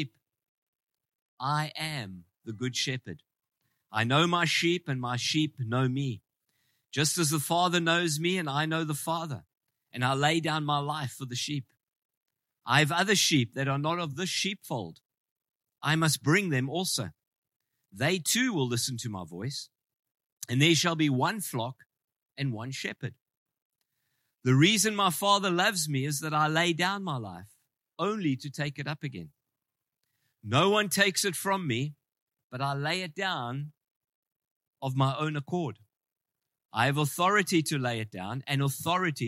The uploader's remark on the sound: Preached in Ngāruawāhia on 17/09/23